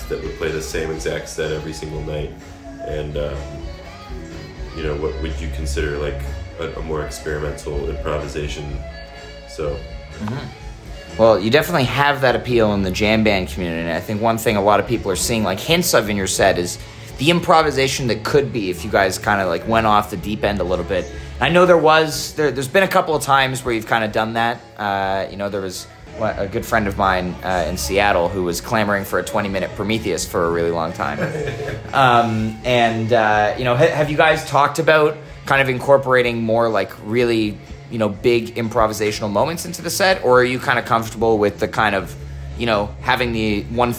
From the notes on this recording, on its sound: sat down at the Borderland Festival in East Aurora, NY